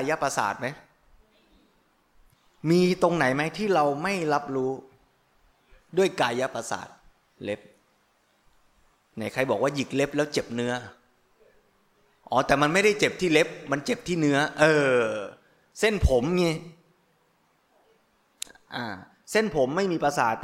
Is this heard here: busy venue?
no